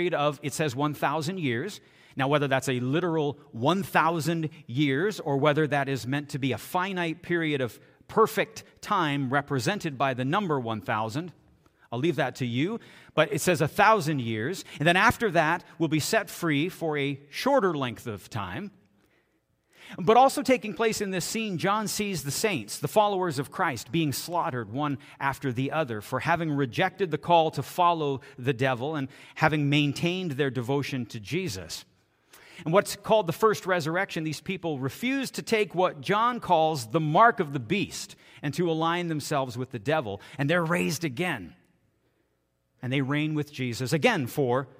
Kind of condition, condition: setting, large echoing room